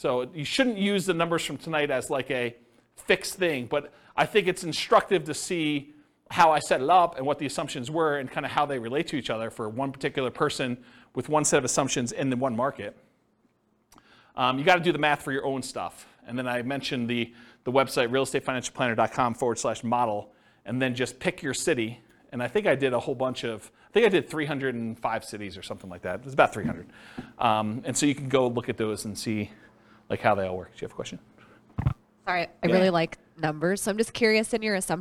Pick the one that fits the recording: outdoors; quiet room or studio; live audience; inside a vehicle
live audience